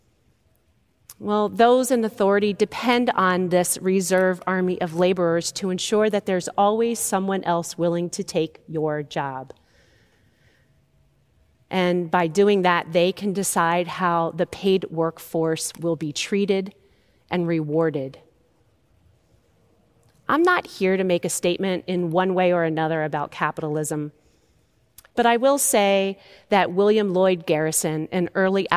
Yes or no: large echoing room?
yes